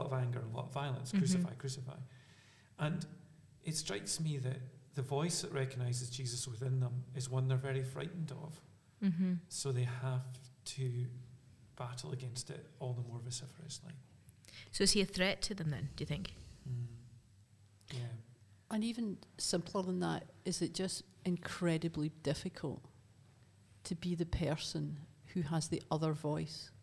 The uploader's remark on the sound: Are together in Aberfeldy. This episode was recorded in Aberfeldy Church of Scotland.